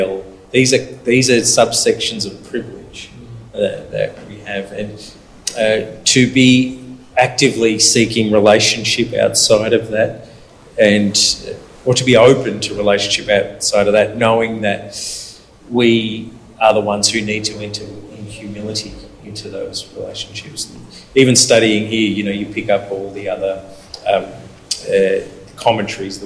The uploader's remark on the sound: LIVE from the School of Discipleship 2023. Live, large, and loud. Live from the final day of the 2023 School of Discipleship. To have questions come from other SOD attendees that really expanded the conversation. Recorded live within the SOD2023 community.